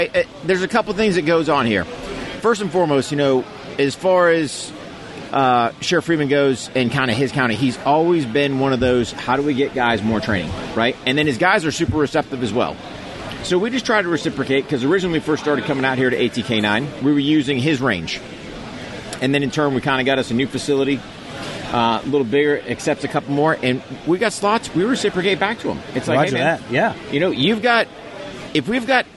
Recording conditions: busy venue